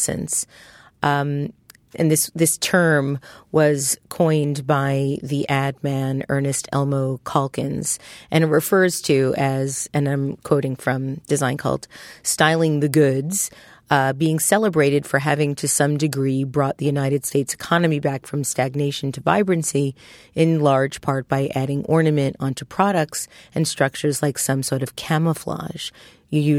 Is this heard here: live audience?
no